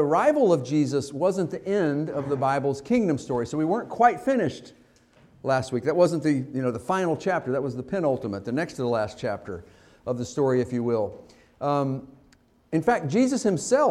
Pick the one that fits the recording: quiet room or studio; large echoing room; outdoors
large echoing room